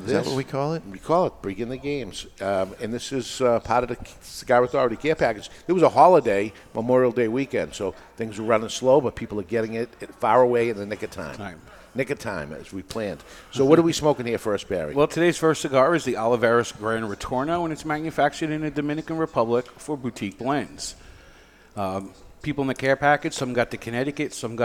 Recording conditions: live audience